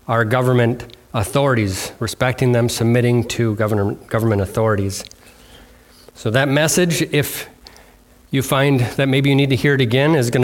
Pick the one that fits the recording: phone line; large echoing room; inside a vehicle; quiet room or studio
large echoing room